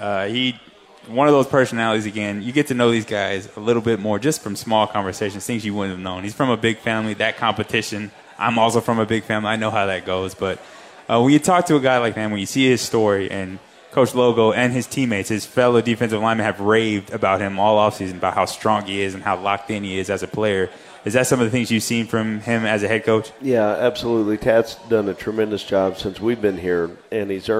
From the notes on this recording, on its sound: Radio Show at Parkway Tavern.